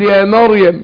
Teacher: يبقى الميم مرققه والراء مفخمه، لا ينفع اقول يا مريم افخم الميم مع الراء، ولا ارقق الميم مع الايه ارقق اقصد الراء مع الميم، يعني ما ينفعش اقول يا مريم او يا مريم يا مريم يا مريم يا مريم.